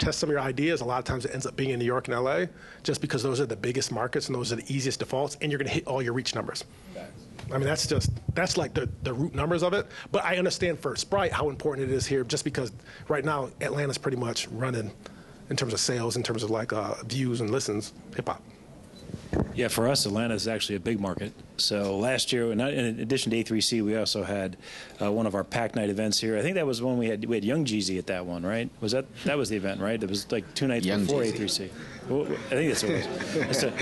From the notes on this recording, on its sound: In this episode, I'm at A3C Hip Hop Festival and conference